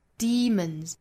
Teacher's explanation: demon 这个字母 e 应该是发长音紧音的 e 的发音